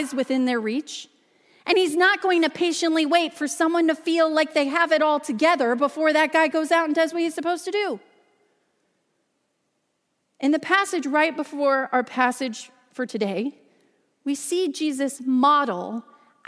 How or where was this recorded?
large echoing room